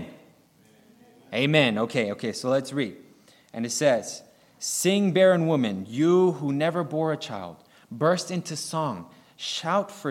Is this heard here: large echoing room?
yes